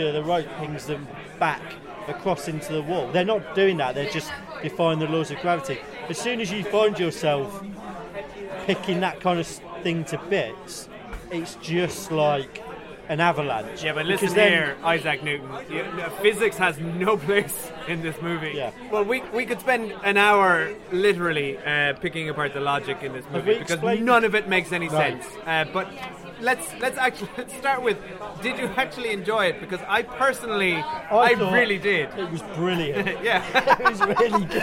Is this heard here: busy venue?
yes